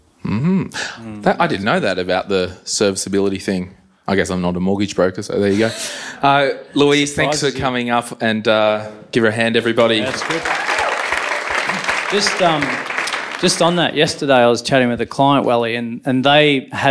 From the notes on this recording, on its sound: We recorded this speedy lil express ep. At our live show in Melbourne.